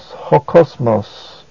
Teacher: And also notice that the word ho, the article, is a proclitic and is pronounced with the word kosmos, ho kosmos.